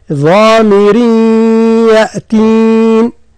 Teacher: وهذا تنوين يدغم في الياء فتقرأ ضامر يأتين